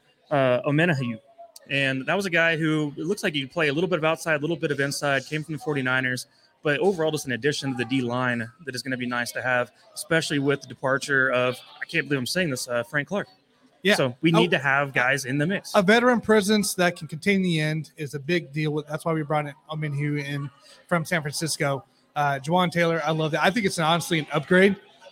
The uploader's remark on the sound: Chiefs Draft Buzz LIVE at Limitless Brewery.